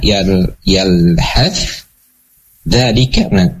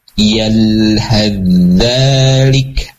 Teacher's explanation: Maka masuklah ya huruf tha-nya masuk ke dalam huruf za ya. · Shown in: second take · Term: idgham